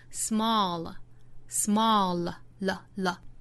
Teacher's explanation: Small 这个词在美音之中虽然发元音的时候上下开口度要更松弛更开，但是后面依然有舌侧音，所以依然是要有舌尖去够上齿龈的这个动作。